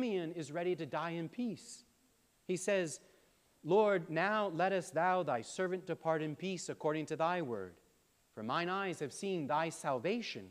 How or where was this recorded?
large echoing room